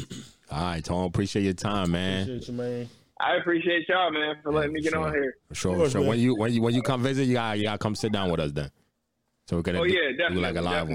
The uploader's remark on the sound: get a call in from a family member and friend